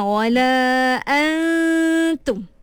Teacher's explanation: Kita sembunyikan makhraj dia, tapi kita kekalkan dia punya sifat pada nun tu. · Term: ikhfa